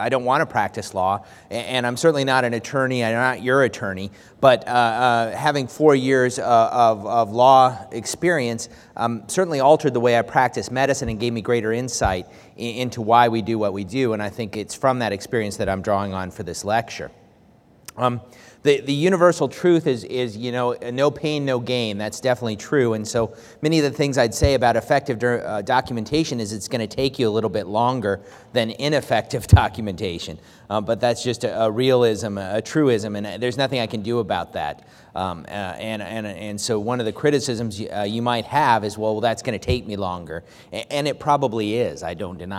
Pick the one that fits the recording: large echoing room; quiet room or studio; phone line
large echoing room